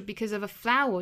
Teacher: 这里面很明显 flower 做重读，前面的这三个词都是做弱读的